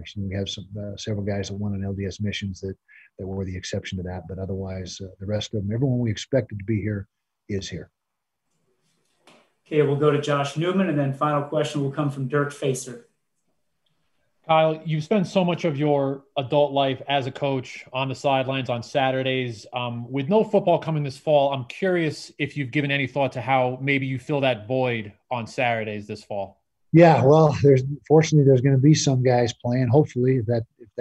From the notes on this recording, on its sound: during a Zoom press conference